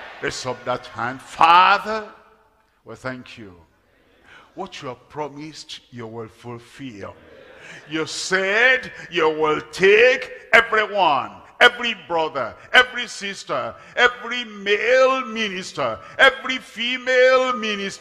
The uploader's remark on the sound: Live at Ogbomosho, Nigeria.